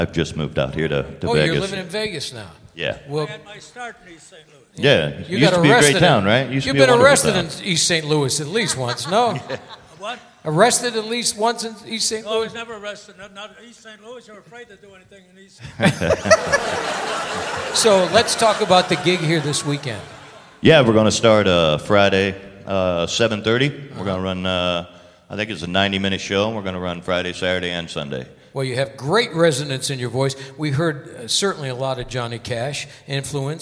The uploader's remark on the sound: Live at the SouthPoint